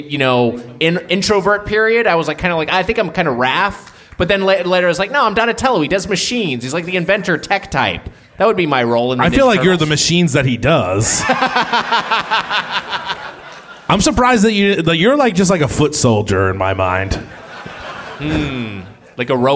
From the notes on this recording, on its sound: Recorded live at Revolution Hall in Portland, Oregon.